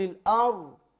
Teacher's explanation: هي الضاد نفسها لا تظهر فيقول الار